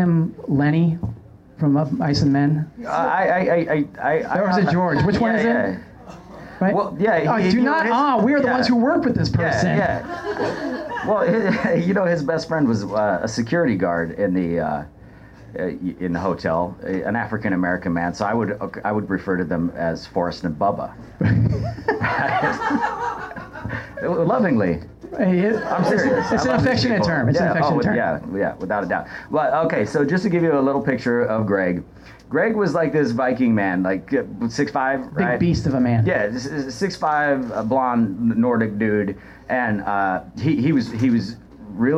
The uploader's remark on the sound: Broadcast live from the 1st Annual Los Angeles Scripted Comedy Festival at The IO West in Hollywood